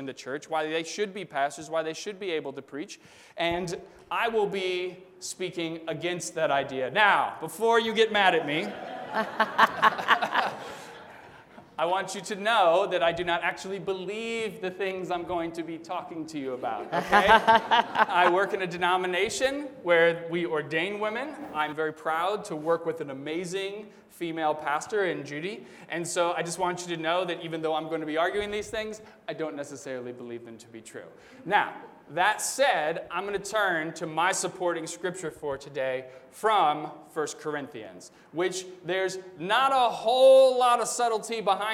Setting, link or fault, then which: setting, large echoing room